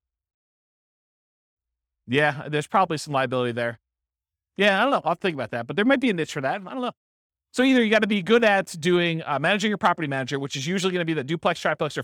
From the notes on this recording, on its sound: This was a live class recorded.